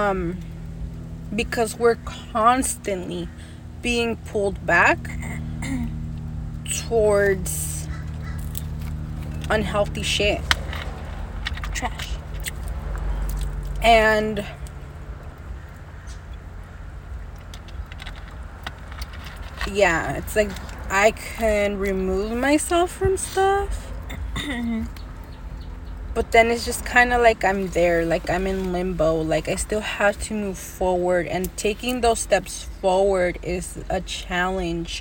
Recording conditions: sounds in the background